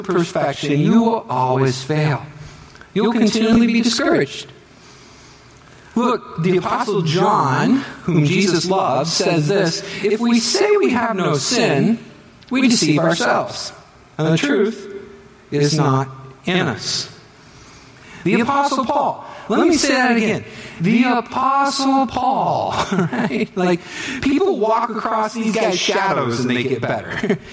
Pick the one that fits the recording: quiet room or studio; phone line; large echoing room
large echoing room